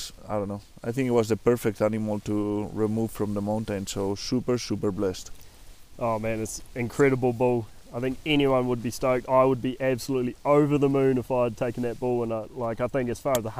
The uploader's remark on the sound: They are recording this podcast in a tent on the top of a mountain in the middle of nowhere, expect to hear some wild weather in the background as they hunker down out of a snowstorm.